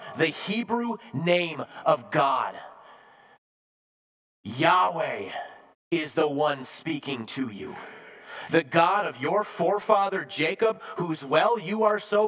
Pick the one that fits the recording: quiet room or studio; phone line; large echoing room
large echoing room